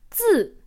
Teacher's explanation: If you don't feel any puff of air, then you're making the sound zi. Zi. One meaning that zi with a falling tone or the fourth tone can have is character, as in Chinese character. · Term: unaspirated